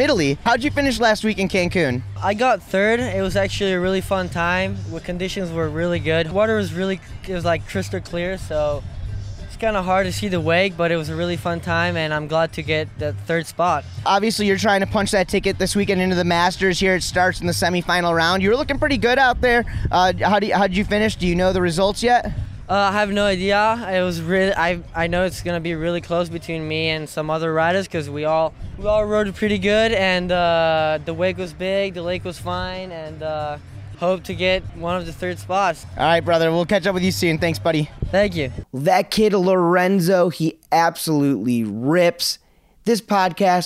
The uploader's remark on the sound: The Nautique Boats Masters LCQ (Last Chance Qualifier) went down at the Orlando Watersports Complex. Captures live audio and interviews with pro riders from the event.